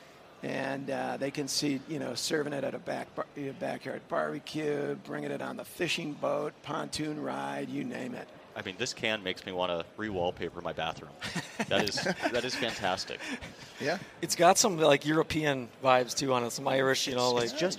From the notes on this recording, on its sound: At the Minnesota Golf Show, we were joined on stage